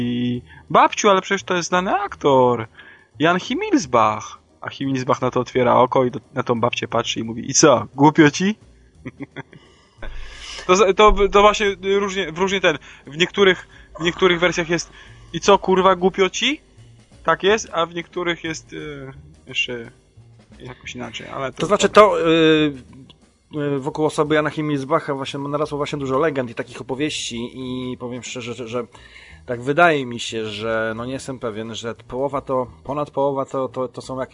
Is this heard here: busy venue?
no